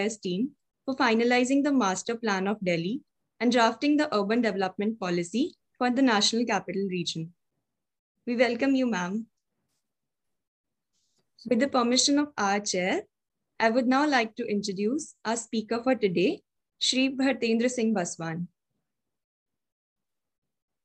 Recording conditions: video call